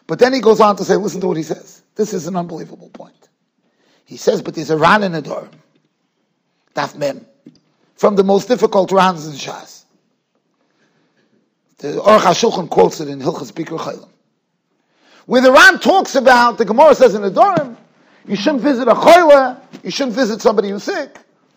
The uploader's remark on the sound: Shiur recorded in Yeshivas Ohr Reuven, Monsey NY.